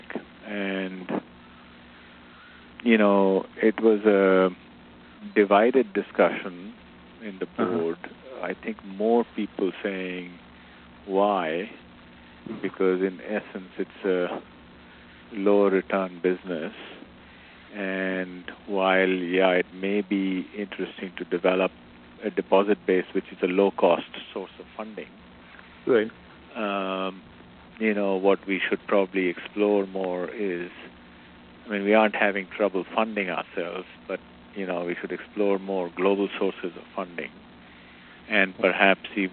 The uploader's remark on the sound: a recording of the audio of this phone call